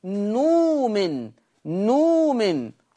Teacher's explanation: قرأ ورش بإبدال الهمز الساكن حرف مد فيه نؤمن